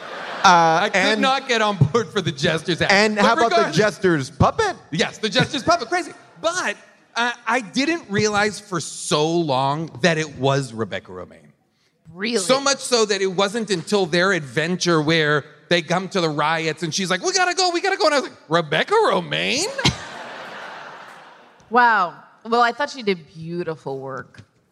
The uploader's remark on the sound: LIVE from the VETS in Providence, Rhode Island